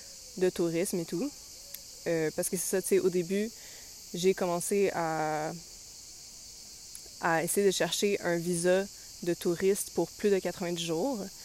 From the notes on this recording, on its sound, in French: Nous sommes désolées pour les bruits de fonds, elle enregistre dans un parc.